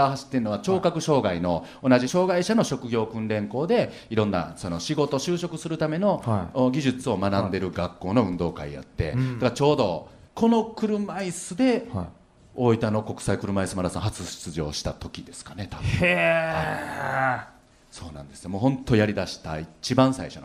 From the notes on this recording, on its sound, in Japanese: 全国5つの会場で行われたイベント。FM FESTIVAL 2018 未来授業 ぼくらの時代の生存戦略。大分会場で行われた特別公開授業の模様をお届けします。